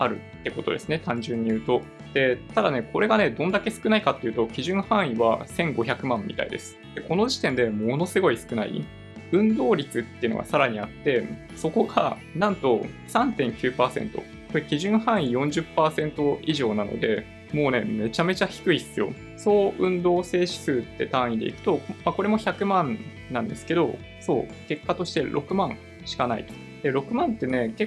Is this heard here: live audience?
no